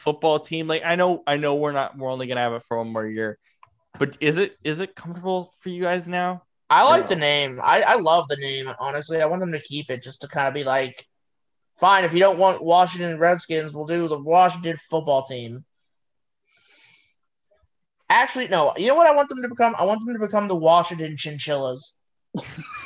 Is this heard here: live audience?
no